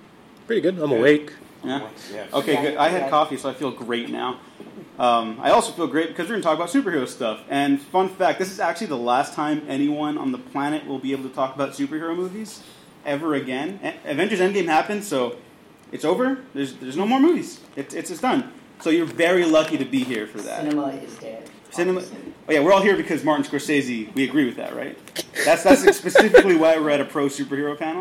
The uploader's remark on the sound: Take the stage at their panel during LA Comic-Con. If you were unable to make it to the con, enjoy this recording of our panel!